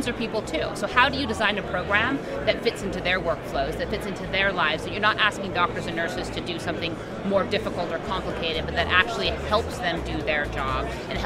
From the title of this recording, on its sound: LIVE from #HiMSS16